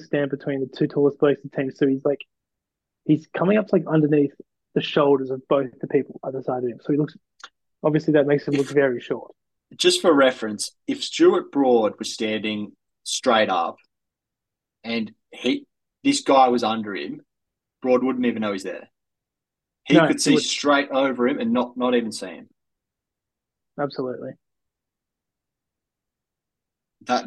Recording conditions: video call